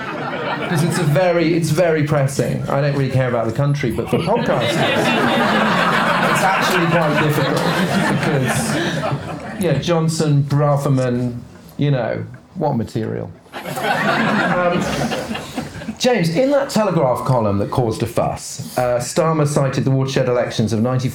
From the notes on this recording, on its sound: Live at London’s Comedy Store. It’s part two of the OGWN Christmas live show.